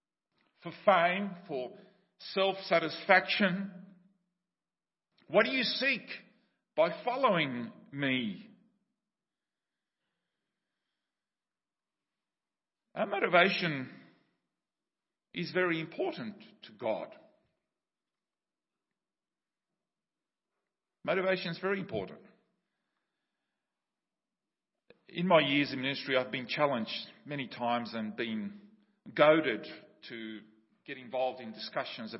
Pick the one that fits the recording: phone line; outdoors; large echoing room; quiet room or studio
large echoing room